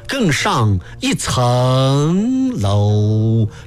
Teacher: 层和楼，层是因为是阳平音，楼是因为是韵脚，韵脚拖长